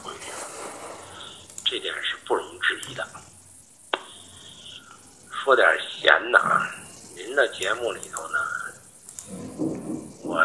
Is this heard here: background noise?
yes